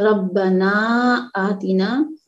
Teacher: آ کو بھی دو حرکت کھینچیں گے اور تینا